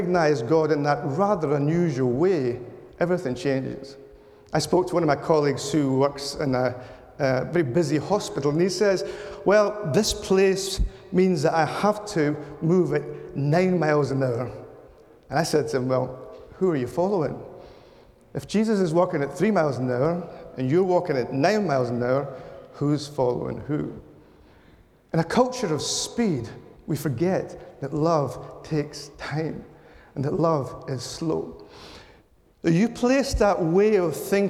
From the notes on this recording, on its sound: This talk was delivered at the Theology Slam competition last month